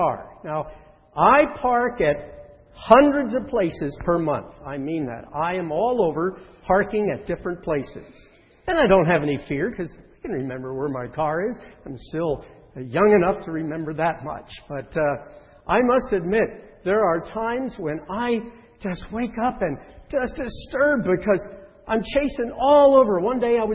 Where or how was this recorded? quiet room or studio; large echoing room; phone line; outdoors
large echoing room